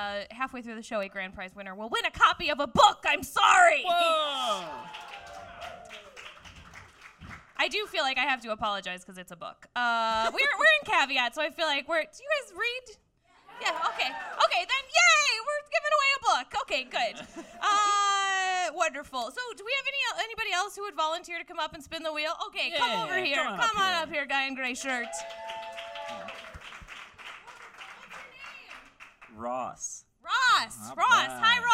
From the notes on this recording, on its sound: Comedians with Ghost Stories LIVE! from Caveat in NYC. From our live show.